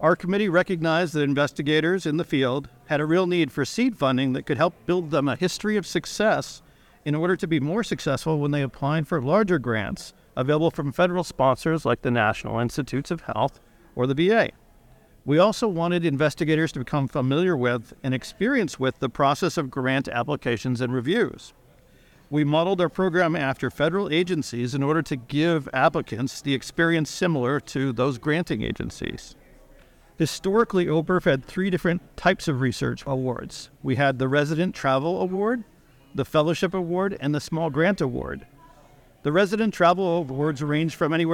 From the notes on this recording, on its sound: Recorded live at The Academy's Annual Meeting & Scientific Symposium in Nashville.